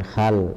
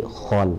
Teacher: ini ya kho-nya kurang naik ya, tadi sudah ada sedikit tapi kurang naik, bukan hal tapi khol ya · Shown in: second take · itu yang perlu diperhatikan. · Term: huruf kho